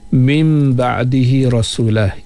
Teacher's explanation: ikhlab pada huruf nun mati berjumpa dengan ba sekadar dua harakat